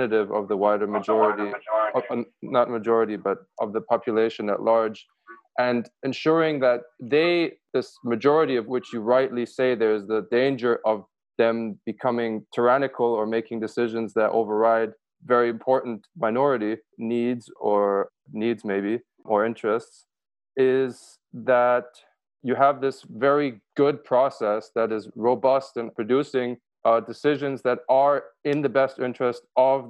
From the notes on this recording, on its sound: Giving a talk and leading a discussion over Zoom.